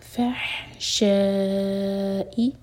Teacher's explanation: فہ نہیں کہنا، یہ ح حلق سے، فحشائی، شا چار ہر کا لمبا ہوگا، مد متصل، اور اس کے بعد حمزہ کا کٹ آف ساؤنڈ، شائی، شائی نہیں، فحشائی.